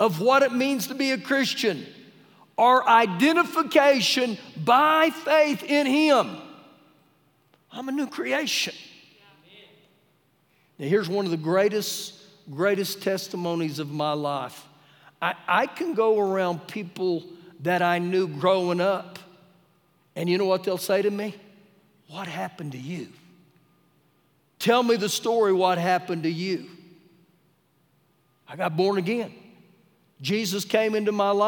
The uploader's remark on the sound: Recorded live during our Wednesday night service